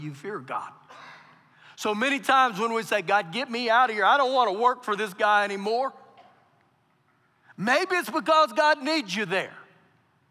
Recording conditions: live audience